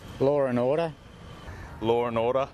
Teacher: Người Úc còn thêm âm R vào trong một số cụm từ, thí dụ như Law and order.